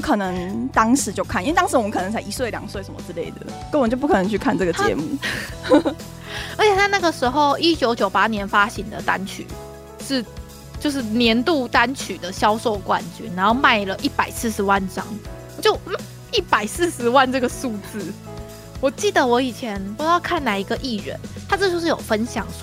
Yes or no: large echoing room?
no